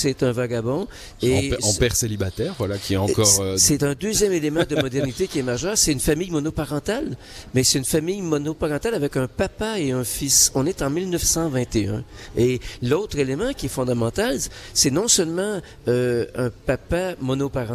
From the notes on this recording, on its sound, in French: Emission spéciale en direct du Chaplin's world